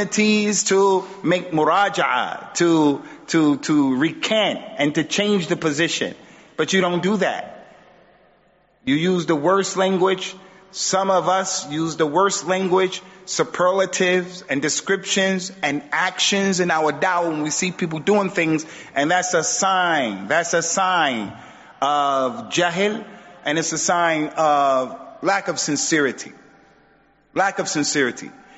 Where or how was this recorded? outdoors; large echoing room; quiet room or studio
large echoing room